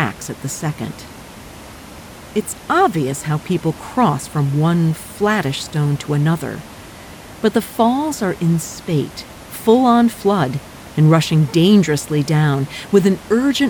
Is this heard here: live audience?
no